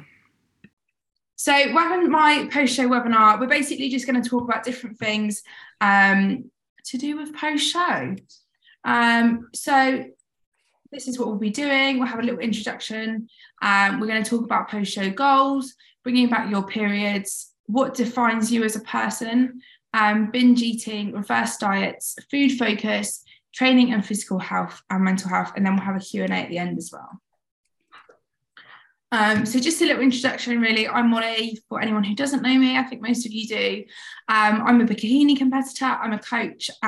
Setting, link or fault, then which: link, video call